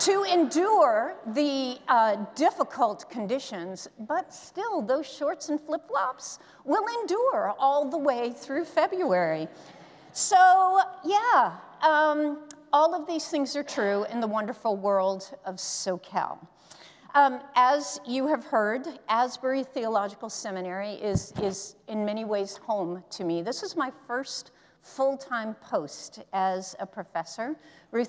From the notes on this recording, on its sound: presented by Asbury Seminary Kentucky Chapel, recorded on Tuesday, October 10, 2023 at Asbury Theological Seminary's Kentucky campus